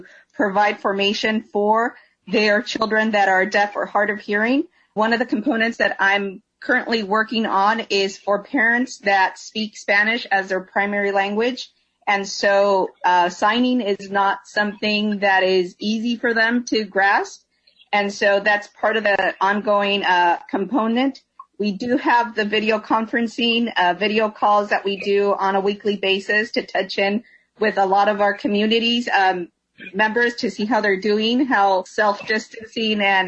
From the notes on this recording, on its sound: Hop on a zoom meeting session with key staff members who work at the Pastoral Center at Christ Cathedral in Garden Grove.